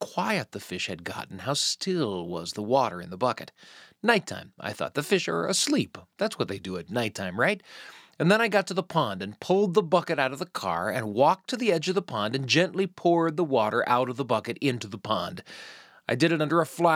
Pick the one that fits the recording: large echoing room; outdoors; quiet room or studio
quiet room or studio